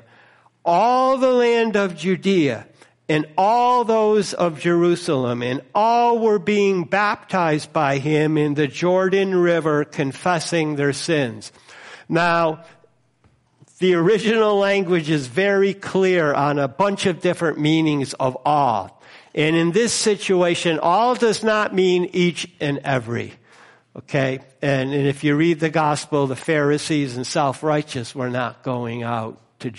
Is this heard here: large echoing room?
yes